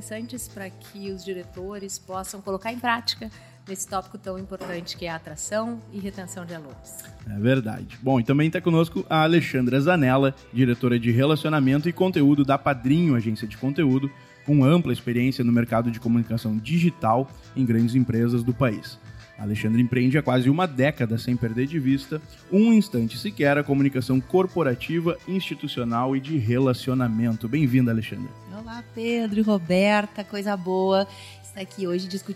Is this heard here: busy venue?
yes